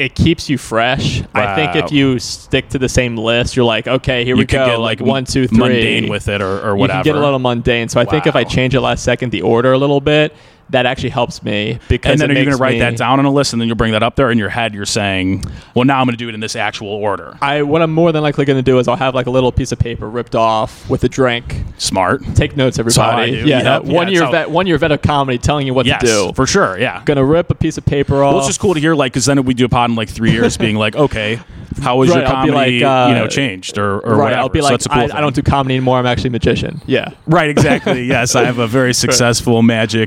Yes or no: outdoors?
yes